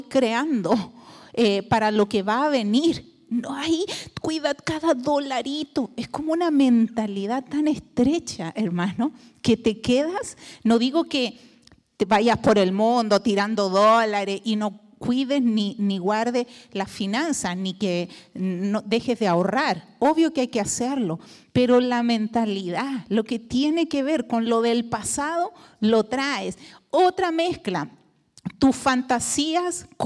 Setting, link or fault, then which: setting, large echoing room